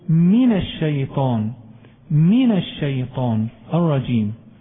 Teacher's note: ما خليش الكسرة ياء، لا أنا أحقق الحركة